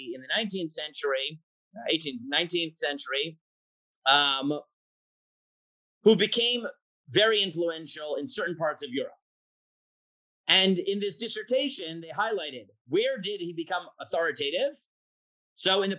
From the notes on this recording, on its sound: This audio was originally captured from Zoom